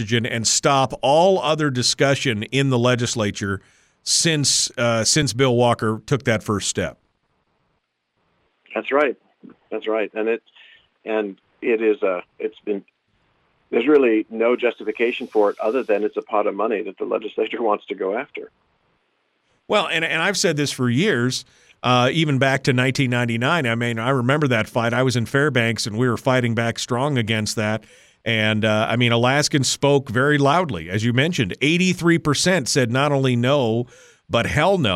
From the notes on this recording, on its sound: We'll take some phone calls